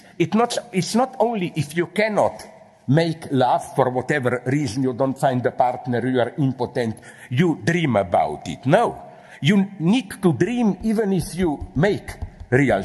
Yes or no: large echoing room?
yes